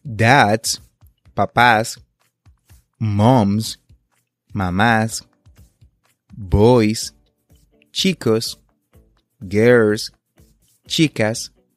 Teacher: se pronuncia como z, igual que el sonido de las abejas, después de sonidos sonoros. Esto significa que si la terminación del sustantivo es sonora, es decir, si puedes sentir que tu laringe vibra al final del sustantivo que pronuncias, tiene el sonido z.